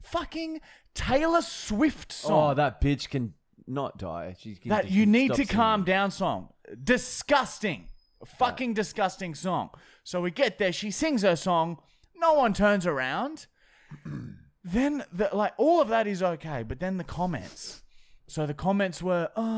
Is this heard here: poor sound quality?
no